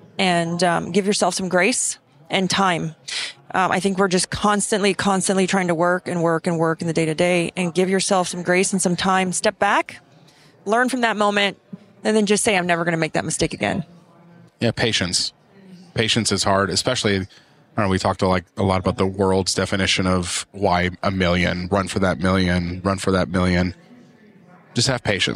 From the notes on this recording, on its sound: Pod-Row at Synkd LIVE